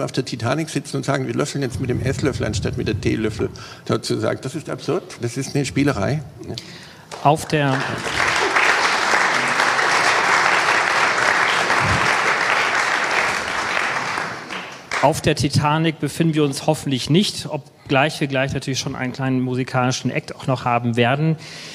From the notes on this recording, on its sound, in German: Dann folgt die Aufzeichnung einer Podiumsdiskussion des Arts und Nature Social Club, ein Salon der Künstler, Wissenschaftler und Unternehmer zusammenbringt.